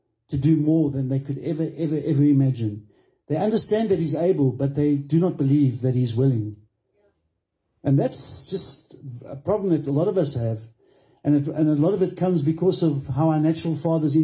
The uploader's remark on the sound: Recorded Sunday, 05 March 2023 at Love Beyond in Harveston.